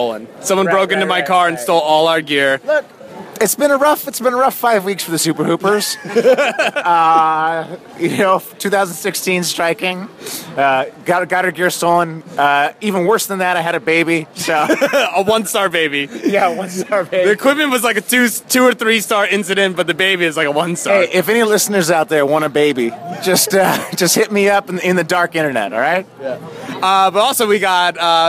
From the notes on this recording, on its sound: Live from the Staples Center!